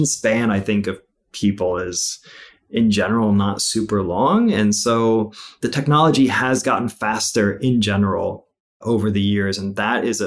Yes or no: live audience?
no